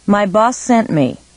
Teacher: The s sound at the end of boss and the s at the beginning of sent are not said separately. The sounds are combined to form one long consonant sound.